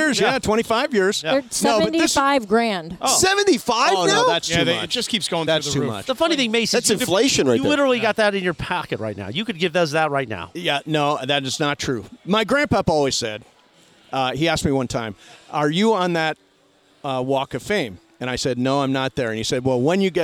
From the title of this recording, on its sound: Live From Crypto.com Arena!